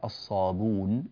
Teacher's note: من قواعد الإمام نافع أنه يحذف الهمز من كلمة الصابئون